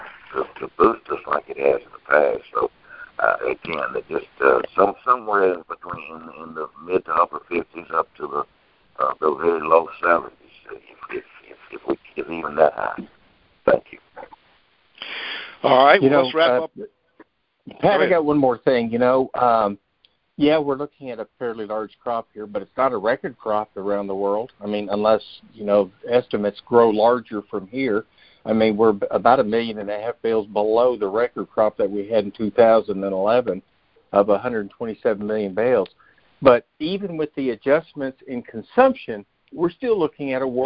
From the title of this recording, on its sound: Monthly Conference Call